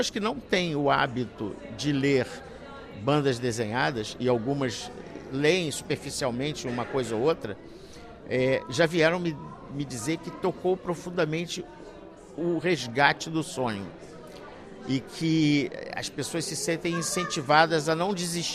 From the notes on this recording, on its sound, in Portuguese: Gravada no Festival de BD de Beja em Junho de 2023.